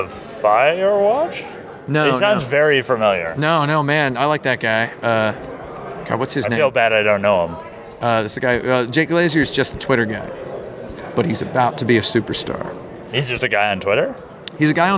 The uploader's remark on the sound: At Game Developers Conference 2016.